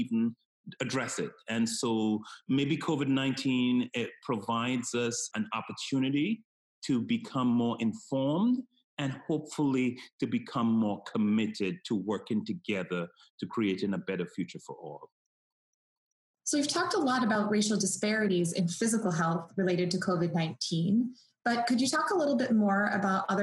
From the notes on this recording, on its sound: we’re recording this podcast today on a video call, so the sound quality may be different from what you’re used to hearing